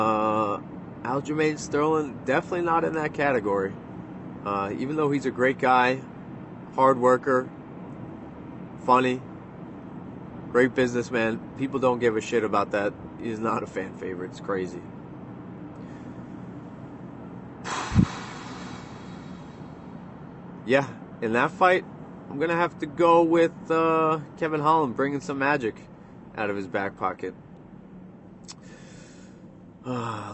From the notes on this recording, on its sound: from the car